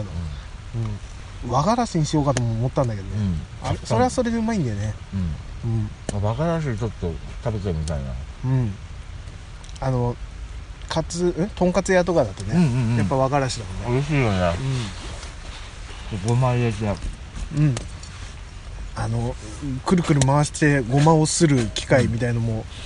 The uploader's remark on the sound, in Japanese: 雨の中の朝食の模様を録音しました。